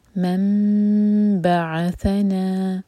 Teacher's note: نون کے ساؤنڈ کو ہم میم میں چینج کریں گے اس کو کہتے ہیں اقلاب. اور پھر یہ جو میم ہے باریک سا اس کو ہم ہولڈ کریں گے دو سیکنڈس پھر ہم آگے با پڑھیں گے.